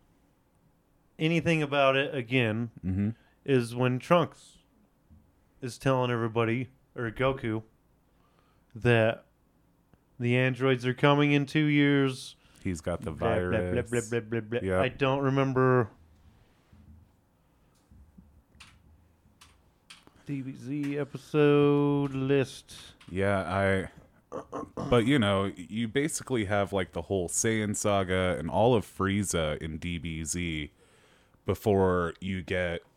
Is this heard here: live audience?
no